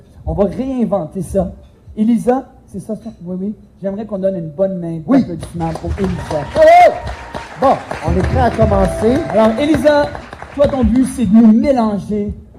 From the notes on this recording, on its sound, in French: En direct du Gala de l'Association des Francophones de la Région de York (AFRY)